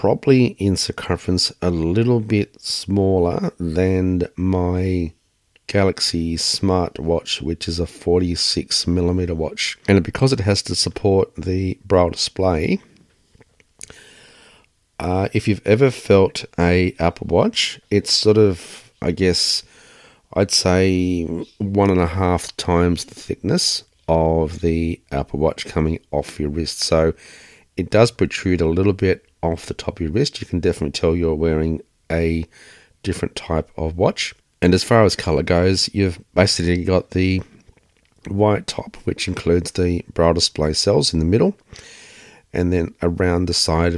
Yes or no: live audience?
no